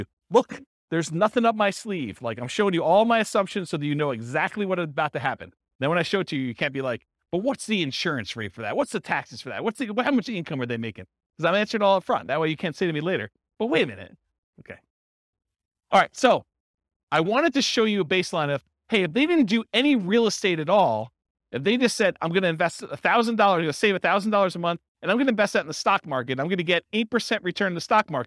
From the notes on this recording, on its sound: This was a live class recorded